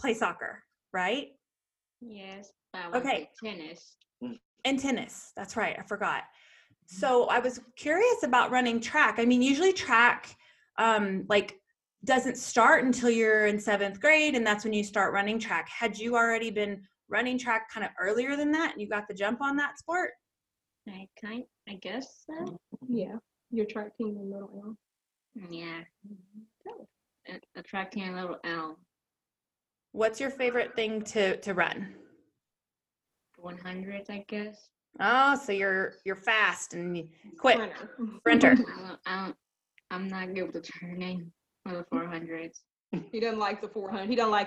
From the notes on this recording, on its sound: This time we Zoom with a special young man